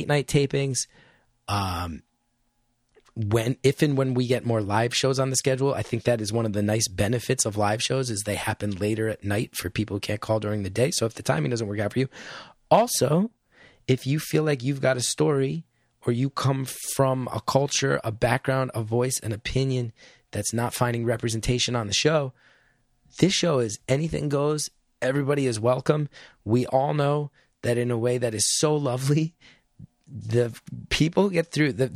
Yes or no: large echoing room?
no